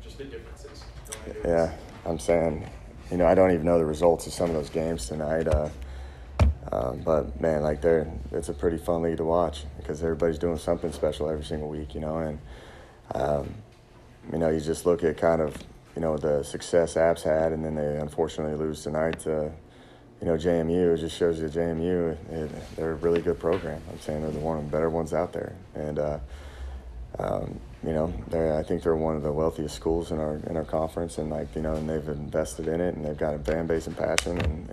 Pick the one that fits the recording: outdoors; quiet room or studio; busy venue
busy venue